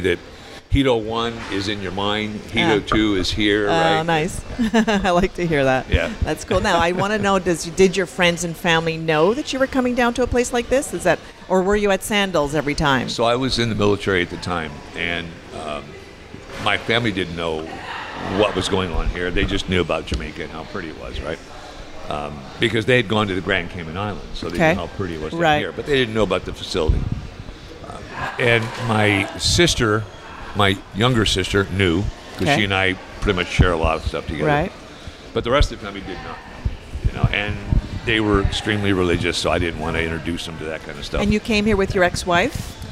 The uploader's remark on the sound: Join us on location at Hedonism II Resort on Negril Beach, chatting with some open-minded guests who are on their first visit to Hedo together.